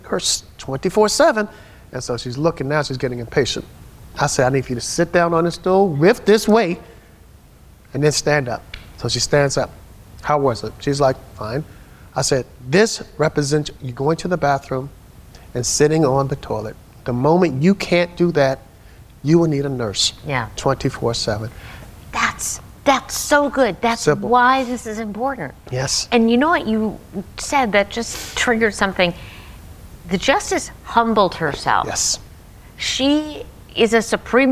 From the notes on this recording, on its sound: Live edition of Seniority Authority from the Leading Age Summit in Washington, D.C.